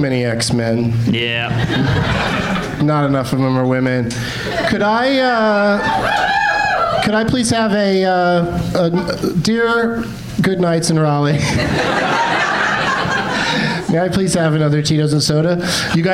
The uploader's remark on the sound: Live from Goodnights Comedy Club in Raleigh